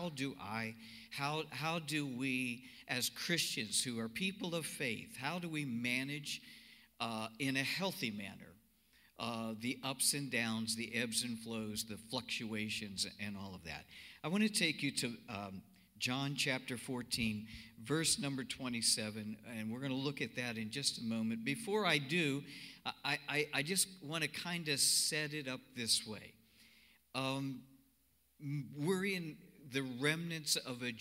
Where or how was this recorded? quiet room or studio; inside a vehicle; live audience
live audience